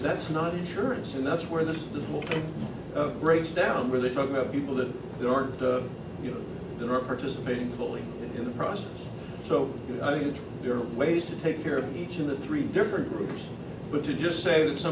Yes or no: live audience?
yes